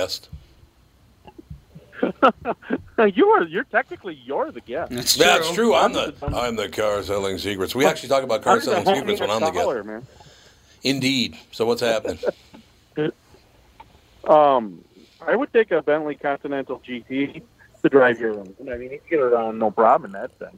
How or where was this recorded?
phone line